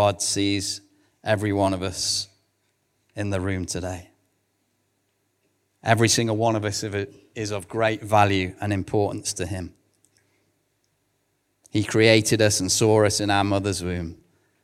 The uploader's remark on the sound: recorded at One Church Central